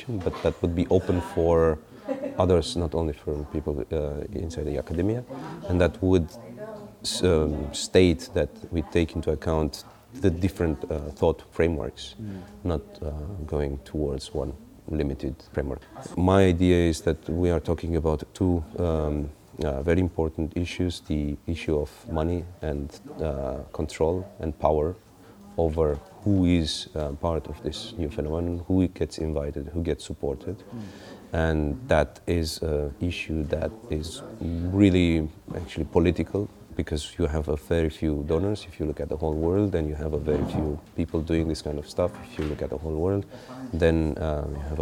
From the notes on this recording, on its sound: This interview was recorded as part of the MONEY MOVES stream of the Berliner Gazette 2016 conference TACIT FUCUTRES, held at the Volksbühne Theatre 27-29 October. This interview was recorded as part of the MONEY MOVES stream of the Berliner Gazette 2016 conference TACIT FUCUTRES, held at the Volksbühne Theatre 27-29 October.